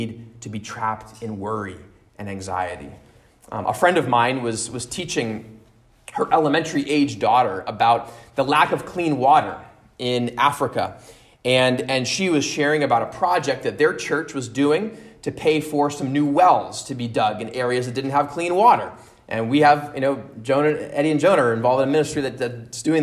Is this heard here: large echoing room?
yes